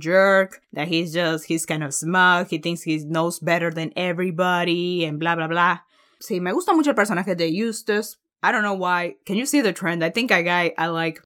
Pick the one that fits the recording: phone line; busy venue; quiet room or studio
quiet room or studio